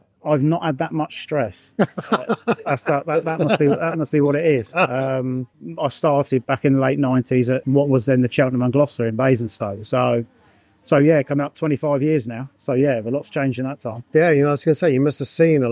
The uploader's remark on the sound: recorded at Vermillion restaurant at the Chineham Shopping Centre